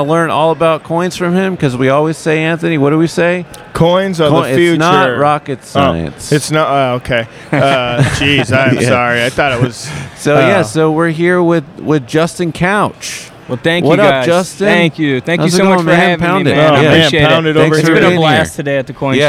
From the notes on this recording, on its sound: We’re also on a field trip to the Long Beach Coin Expo where we auctioned off some amazing Stranger Things coin collectibles live on the Whatnot App.